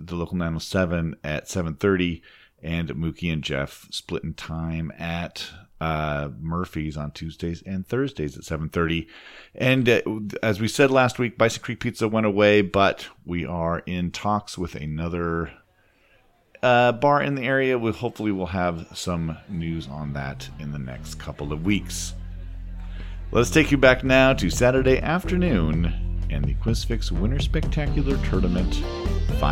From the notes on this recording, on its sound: The Quizfix Winter Spectacular Tournament Finals! Live from The Local 907 in Renton, WA.